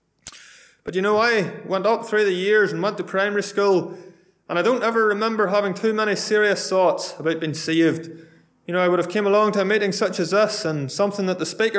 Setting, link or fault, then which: setting, large echoing room